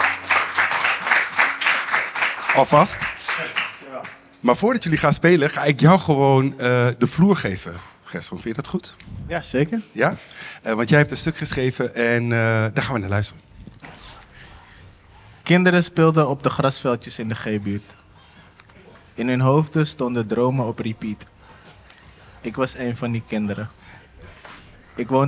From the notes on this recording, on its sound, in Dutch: De tweede aflevering is live opgenomen tijdens een door SLAA georganiseerd buurtdiner in de Bijlmermeer. Tijdens het eten maken buurtbewoners en andere nieuwsgierigen kennis met elkaar en luisteren ze naar een verhaal uit hun buurt.